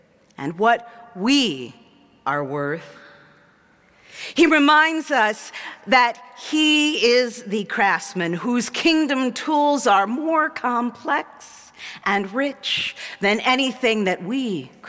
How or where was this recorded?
large echoing room